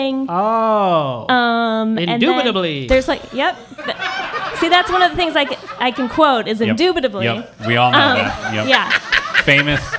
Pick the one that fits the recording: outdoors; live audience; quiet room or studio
live audience